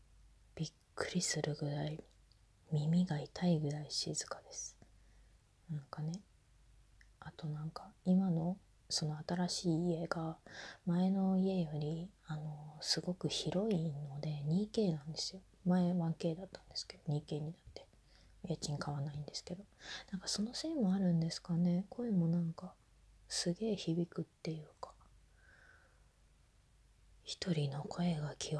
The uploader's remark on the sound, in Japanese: From Radiotalk。雑音が多いです。